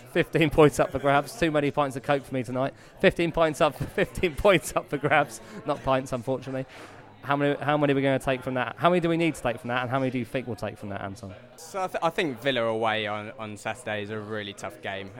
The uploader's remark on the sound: Relocated to the pub for the latest East Midlands derby in our first pod recorded directly before and after a Rams game.